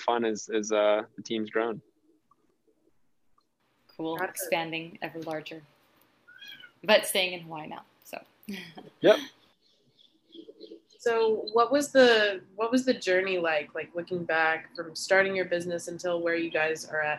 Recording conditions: video call